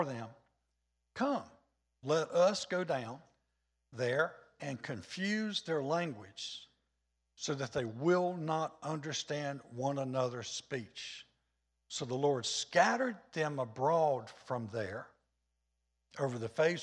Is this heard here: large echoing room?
yes